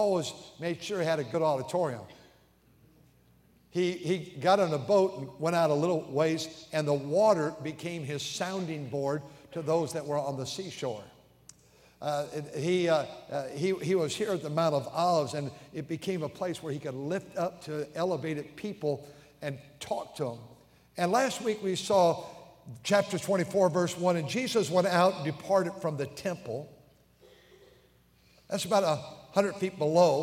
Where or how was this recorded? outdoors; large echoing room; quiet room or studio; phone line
large echoing room